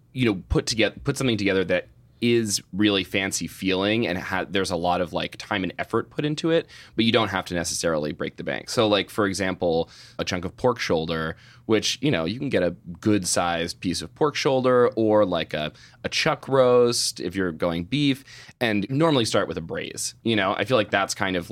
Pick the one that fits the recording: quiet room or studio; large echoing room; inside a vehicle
quiet room or studio